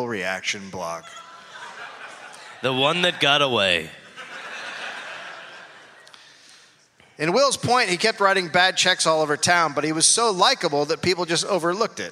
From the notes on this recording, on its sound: Recorded live in Houston.